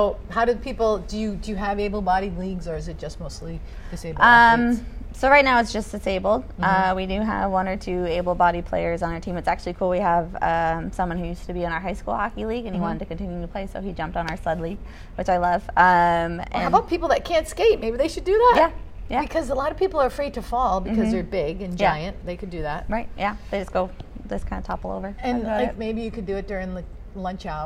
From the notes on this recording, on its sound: Live from AdventHealth Center Ice